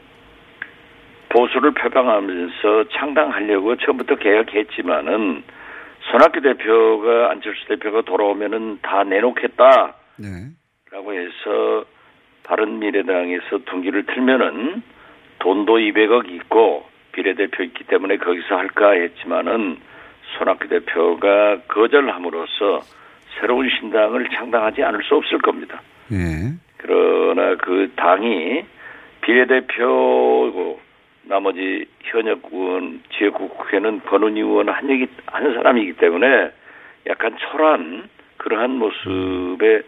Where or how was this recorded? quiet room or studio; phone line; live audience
phone line